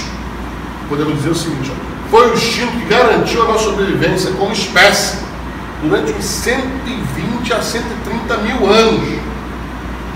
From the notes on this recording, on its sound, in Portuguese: Trechos da Palestra Realizada no Coquetel da Ordem dos TributÃ¡rios